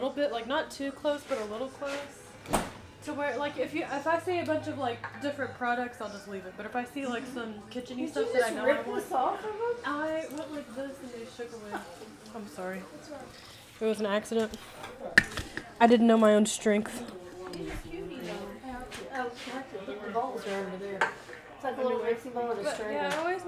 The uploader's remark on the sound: There is a lot of ambient noise in this one! Pretend that you are sitting in the living room watching football while we bake a cake in the other room.